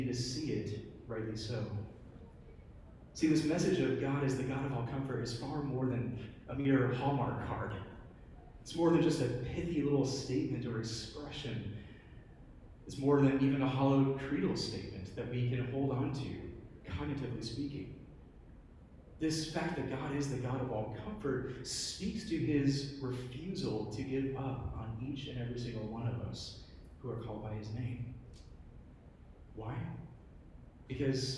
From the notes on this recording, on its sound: Preached at New Hope Community Church, EPC (Lynchburg, VA).